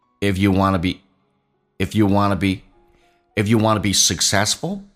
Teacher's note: a study. If you wanna be successful, want to 口语化当中说成 wanna, W-A-N-N-A 降调来读 be 长元音说成短元音，因为它属于非实义词汇 you 也可以说成也，就变成 if you wanna be, if you wanna be, if you